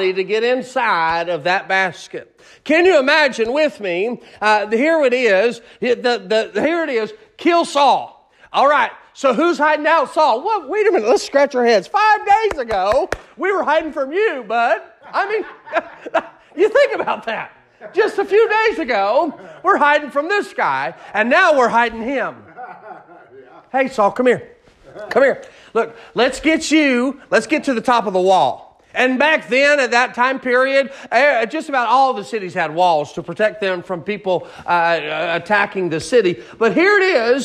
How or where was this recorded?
large echoing room